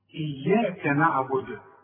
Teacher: الكاف دي مشددة، اتك عليها لأنك بتخاطب الرحمن